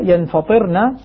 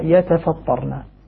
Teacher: بالنون مع تخفيف الطاء وكسرها · Shown in: first take